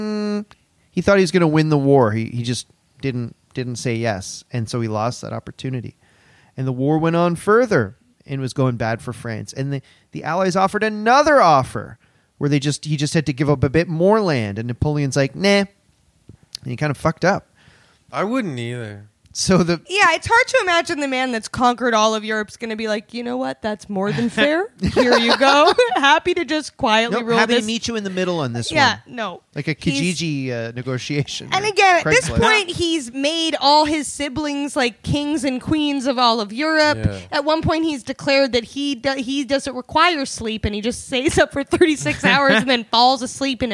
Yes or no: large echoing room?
no